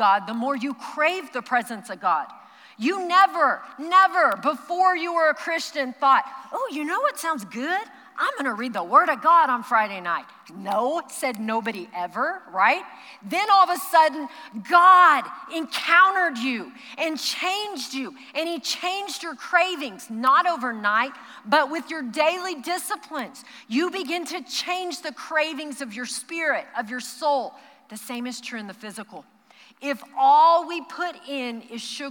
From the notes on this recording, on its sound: Recorded live during our Wednesday night service.